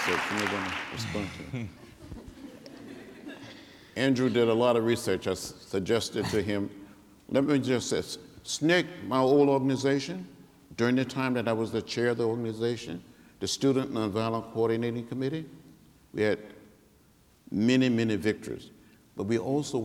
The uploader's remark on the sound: Spoke at The University of Washington’s Meany Hall on February 23.